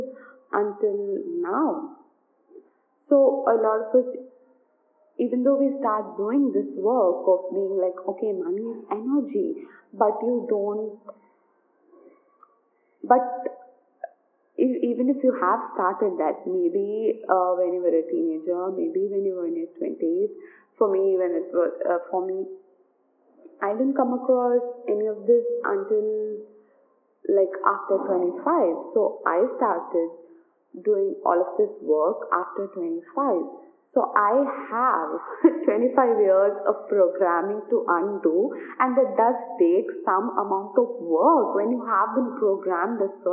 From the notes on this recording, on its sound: Do excuse some background noise